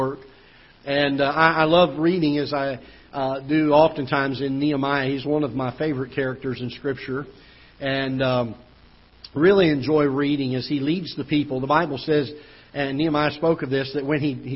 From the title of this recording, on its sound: Ketha Heights Baptist Church ~ Live Broadcast